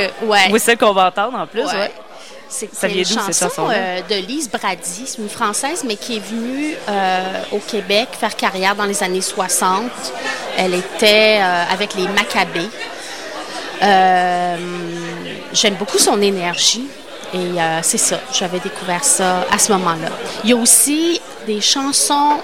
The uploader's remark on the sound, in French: au Festival OFF de Québec, sur les ondes de CKRL 89,1 en direct du bar Le Sacrilège.